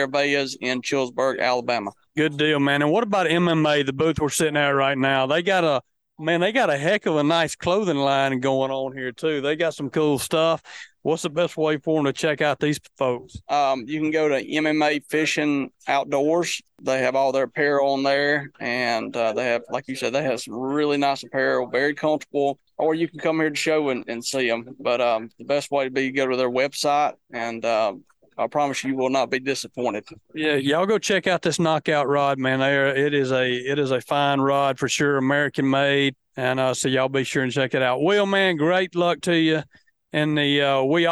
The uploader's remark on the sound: Join us live at The Alabama Fishing Show and Expo in Gadsden as we walk the floor. The Alabama Fishing Show and Expo Special. This week join us live at The Alabama Fishing Show and Expo in Gadsden as we walk the floor.